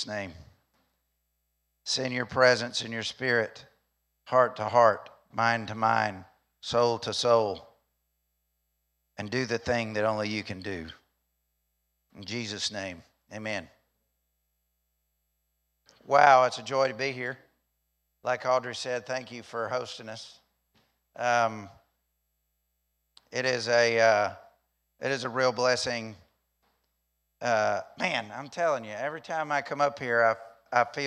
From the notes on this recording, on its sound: during the 8:45 am service at The Anchor Church in Rockport, Maine